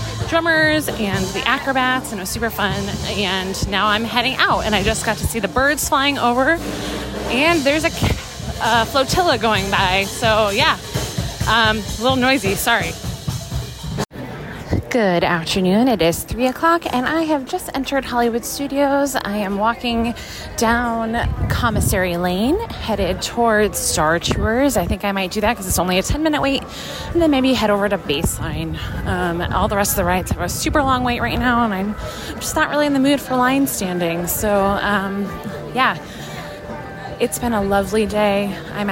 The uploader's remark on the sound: Live from Disney. Live from the parks.